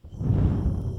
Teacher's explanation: The word why goes through all the vowels from wa to ie, and you will see that you are qualifying different pitches.